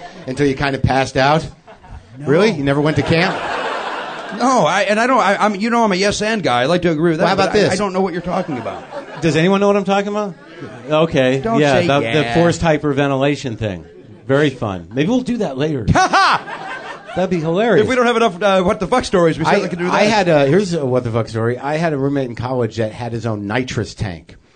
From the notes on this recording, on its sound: Another month, another live show from the UCB Theatre in Los Angeles.